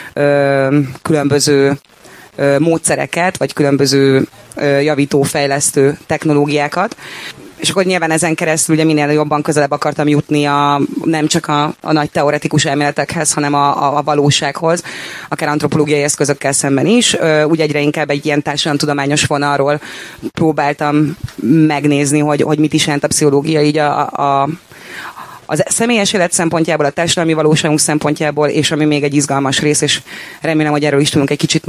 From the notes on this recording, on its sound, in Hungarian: beszélgetett a Bánkitó Fesztiválon